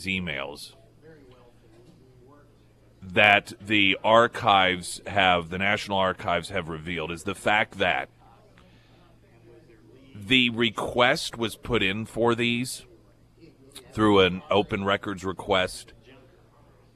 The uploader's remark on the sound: live at Scramblers Diner.